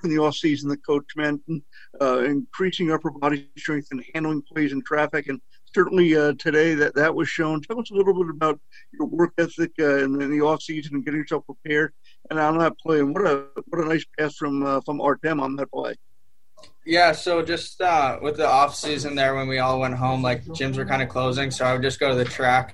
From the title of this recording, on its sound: Postgame Zoom